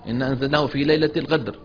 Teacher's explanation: تغيير صوت القاف بخلط صوتها بحرف الغين كما في بلاد السودان